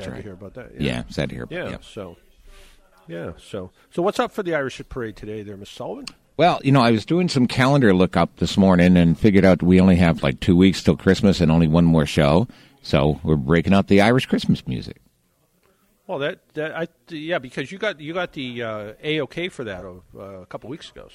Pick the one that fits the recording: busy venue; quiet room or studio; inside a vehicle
busy venue